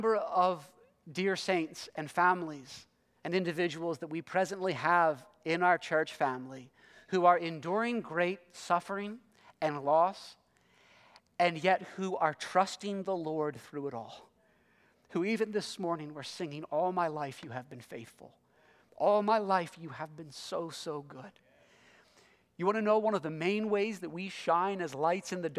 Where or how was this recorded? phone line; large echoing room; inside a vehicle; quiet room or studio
large echoing room